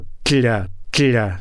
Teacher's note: размыкаются только бока языка, не кончики языка, как у зубного Т должно быть · Term: боковая африката